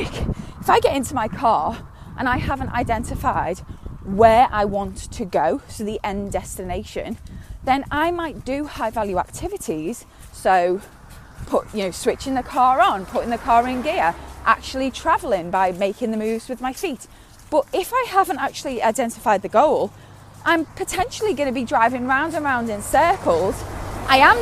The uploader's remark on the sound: recorded on a dog walk